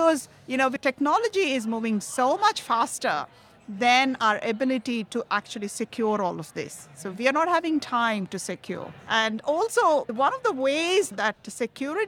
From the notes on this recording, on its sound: Earlier this year, the Australian Medtech sector reunited in Melbourne to learn, connect and celebrate its achievements at the AusMedtech 2022 Conference, by AusBiotech . It was a record turn out and a great event overall, and Talking HealthTech was there recording interviews with speakers in our booth.